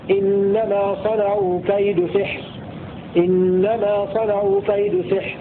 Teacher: بكسر السين وسكون الحاء بلا ألف